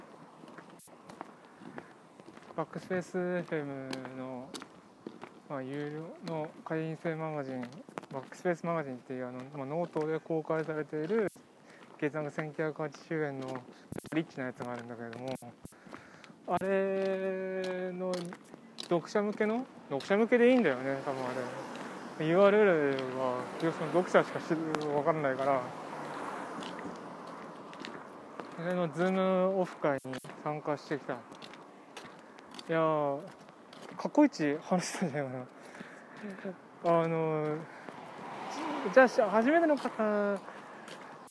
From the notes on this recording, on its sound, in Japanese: 通勤時，バスを降りてから職場まで歩く時間に，iPad miniのボイスメモを回してみる。